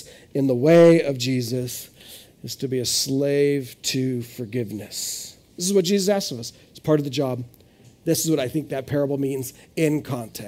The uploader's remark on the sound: This is audio ripped from the Live Service video.